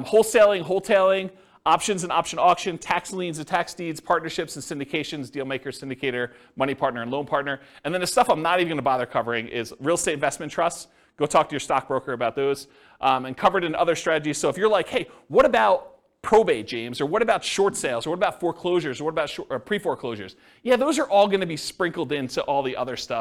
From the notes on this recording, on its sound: This was a live class recorded.